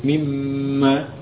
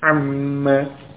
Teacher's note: Nun sukun pada min, masuk pada huruf mim, sehingga menjadi mim tasydid